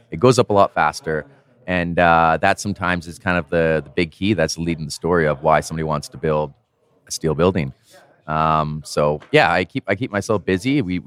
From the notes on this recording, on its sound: From the conference floor at the VRCA Construction Leadership Forum 2023.